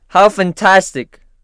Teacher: pay attention to the rising intonation of sentences with surprises